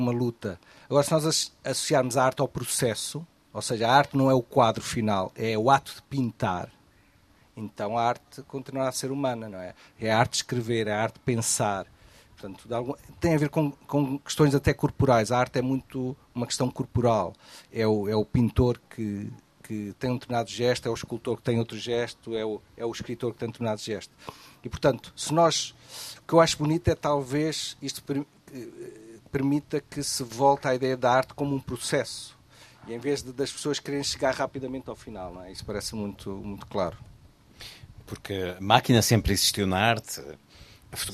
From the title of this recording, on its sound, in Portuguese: Uma conversa na Maratona de Leitura